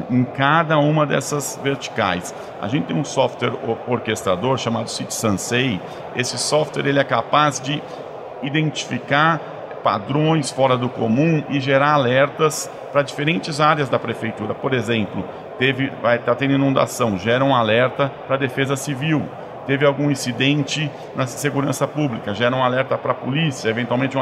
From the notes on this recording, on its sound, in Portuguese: gravada no Futurecom 2023